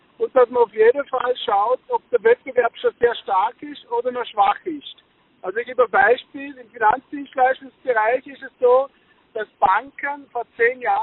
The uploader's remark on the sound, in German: Telefoninterview